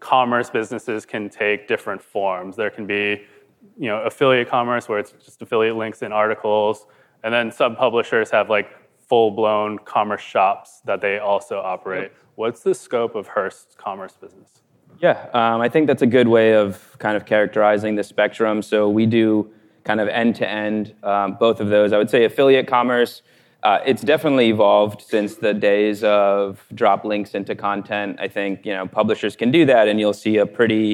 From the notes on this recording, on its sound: Which was recorded in front of a live audience at the Digiday Publishing Summit.